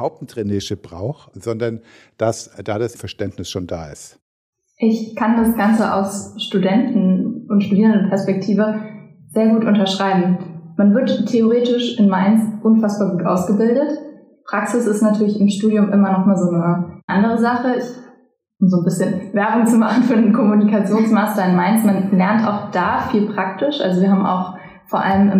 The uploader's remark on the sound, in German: In einer Live-Session mit Blick auf den Frankfurter Westhafen